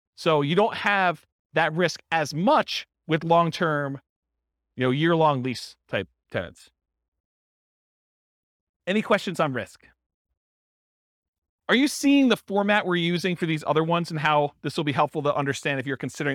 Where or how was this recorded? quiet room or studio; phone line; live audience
live audience